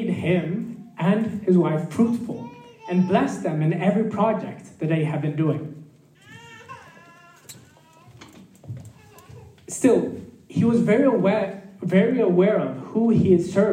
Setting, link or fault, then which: setting, live audience